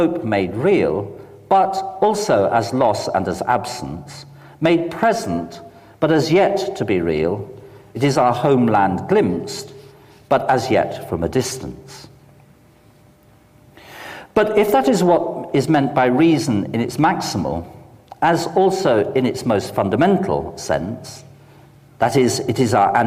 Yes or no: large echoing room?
yes